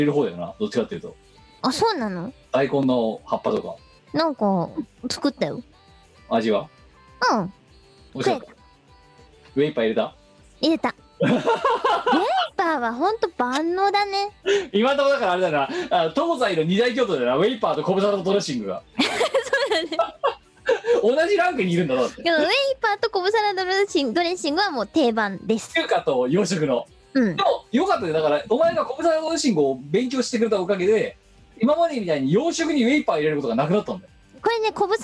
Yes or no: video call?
yes